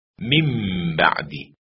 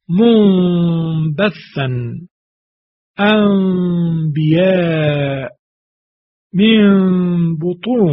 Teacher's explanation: نکته اول، دقت کنید که این میمی که از نون در نزد حرف با ایجاد می شود، اون میم ایجاد شده باید از فضای بینی یا به صورت غنه به اصطلاح ادا شود و همراه با دو حرکت کشش. باید این اقلاب دو حرکت کشش پیدا کند.